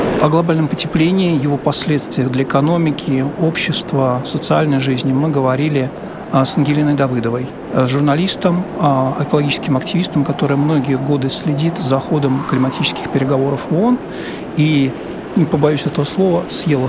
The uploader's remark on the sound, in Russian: это была открытая запись в рамках проекта Science bar hopping.